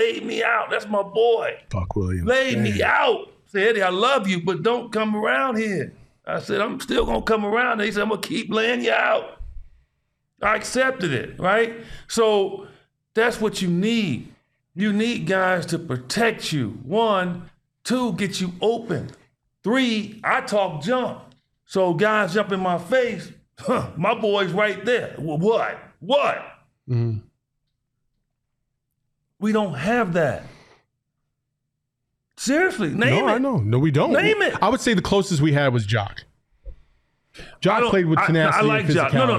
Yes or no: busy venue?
no